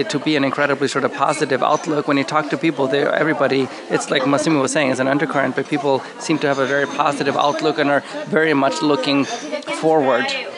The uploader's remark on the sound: was recorded in a bar